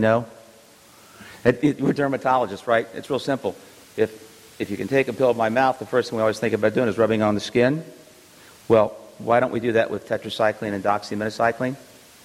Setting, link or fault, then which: setting, live audience